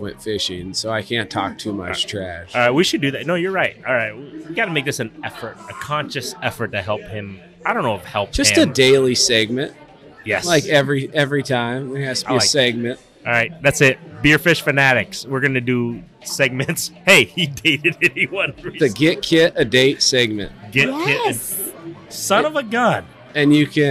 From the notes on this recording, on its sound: on location at Lucky Horse Beer and Burgers